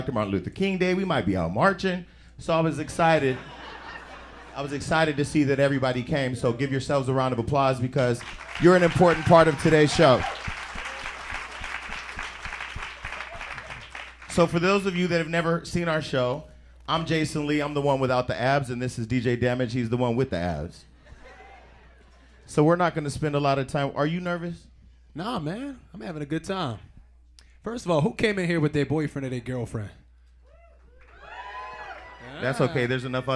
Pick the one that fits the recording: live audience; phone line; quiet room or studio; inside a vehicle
live audience